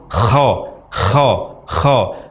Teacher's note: Yang pertama, mengucapkan huruf kha tapi dari tempat yang dangkal, bukan pada posisinya, sehingga terucap menjadi kha, kha, kha.